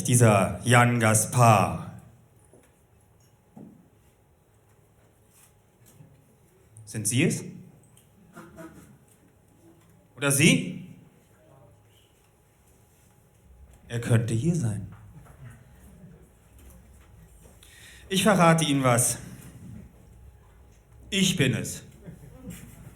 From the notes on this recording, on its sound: Live in Berlin